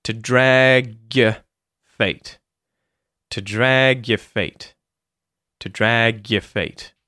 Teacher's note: the G at the end of the word drag comes to the front of the word your or your, and it becomes like a g sound.